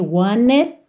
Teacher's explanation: Aqui ele ligou want com it, pelo N, want it, e percebe que você não ouve o T de it, só esse corte mesmo do som, tá?